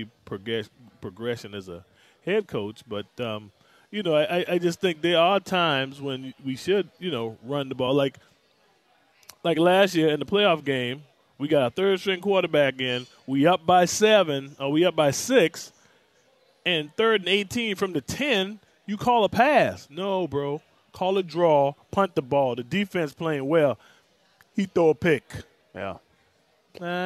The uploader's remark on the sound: joins the show live from Twin Peaks